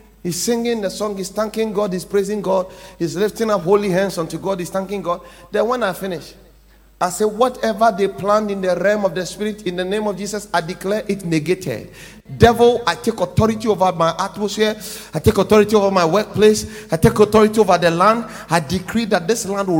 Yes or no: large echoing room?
yes